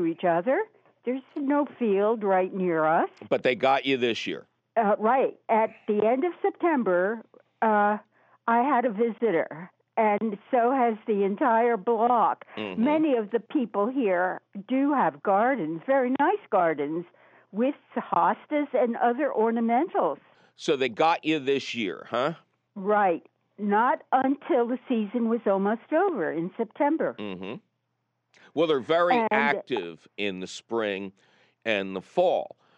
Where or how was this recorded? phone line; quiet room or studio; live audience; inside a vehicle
phone line